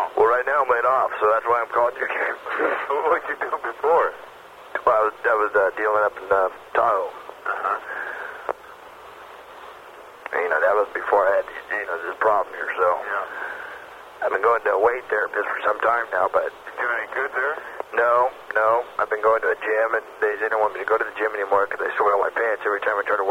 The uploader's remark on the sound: Prank Phone Calls Collection